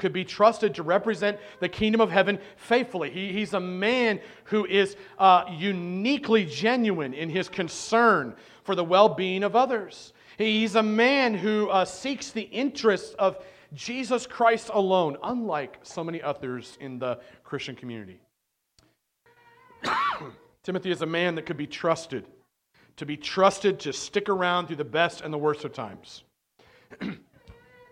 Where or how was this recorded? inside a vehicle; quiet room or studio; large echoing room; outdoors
large echoing room